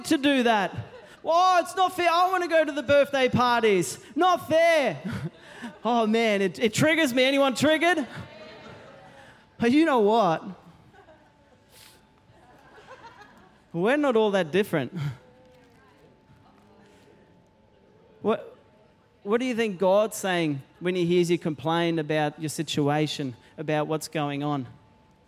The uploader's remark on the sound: Recorded during our 9am service on Sunday, the 24th of September 2023.